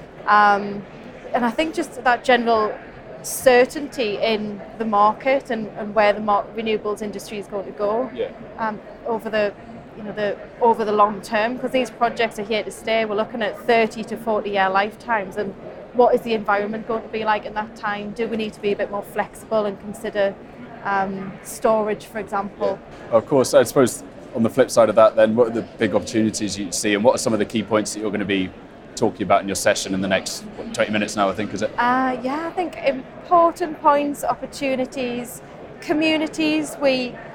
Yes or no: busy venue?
yes